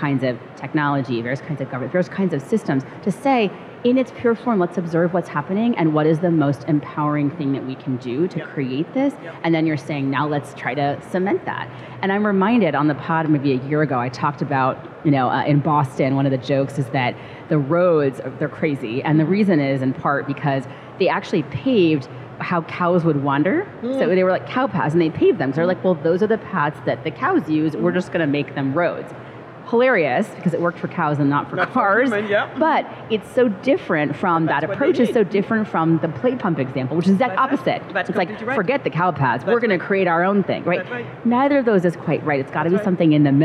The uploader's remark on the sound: live from Consensus 2023 in Austin, Texas